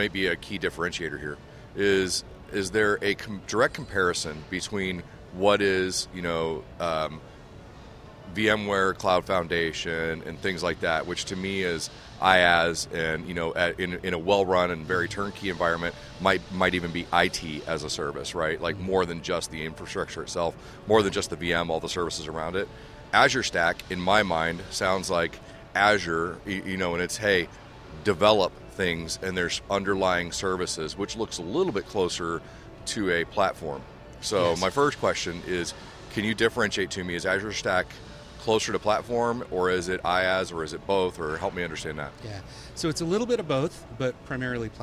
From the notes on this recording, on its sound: Joins us live on Day 4 of Dell EMC World in Las Vegas for an extra immersive recording The Hot Aisle.